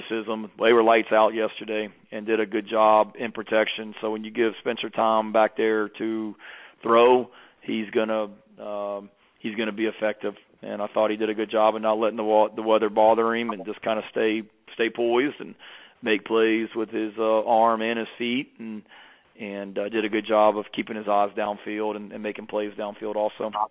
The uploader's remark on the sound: Sunday night conference call